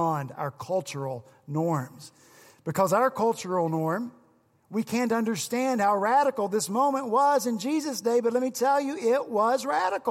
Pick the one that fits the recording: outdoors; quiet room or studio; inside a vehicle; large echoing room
large echoing room